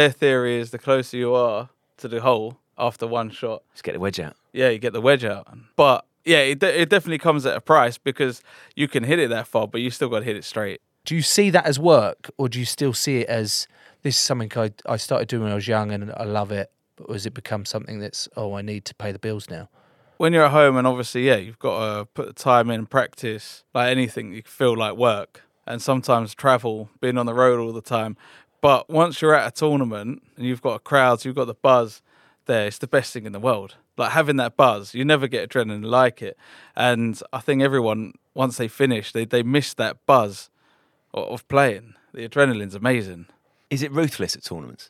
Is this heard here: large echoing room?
no